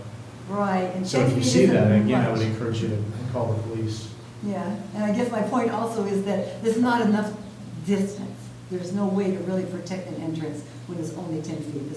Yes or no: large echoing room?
yes